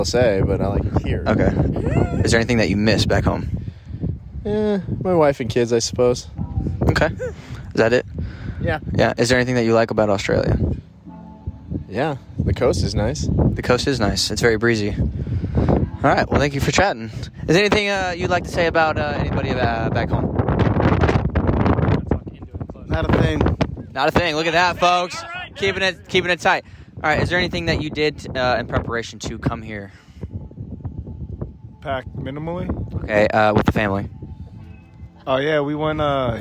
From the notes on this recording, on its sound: Recorded via our cell phones as we were on a boat during our deployment overseas. This is not the best audio whatsoever.